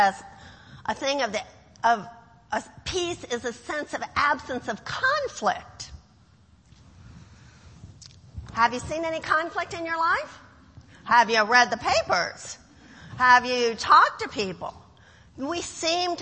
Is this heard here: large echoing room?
yes